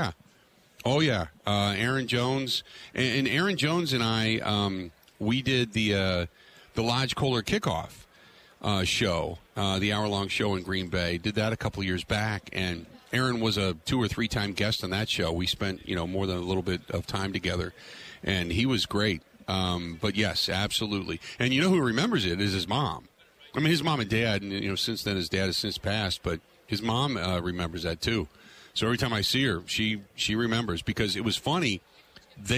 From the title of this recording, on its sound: Live From Radio Row At Super Bowl 57